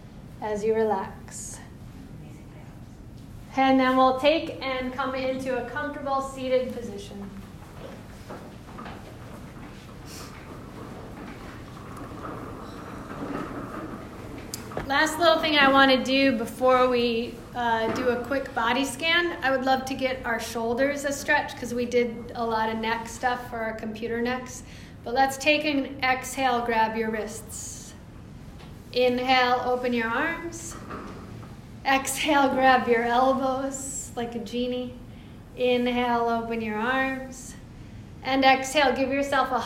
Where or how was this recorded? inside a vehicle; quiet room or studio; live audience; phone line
live audience